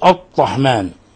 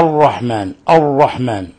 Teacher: يتلفظون بالراء كما في البسملة أنهم يشددونها تشديدا شديدا ويذهبون صفة التكرار فيها بالكلية. وعلى هذا نبه الشيخ القارئ محمد مكي نصر صاحب كتاب نهاية القول المفيد في علم التجويد، قال: وقد يبالغ قوم في إخفاء تكريرها مشددة فيأتي بها محصرمة شبيهة بالطاء، وذلك خطأ لا يجوز.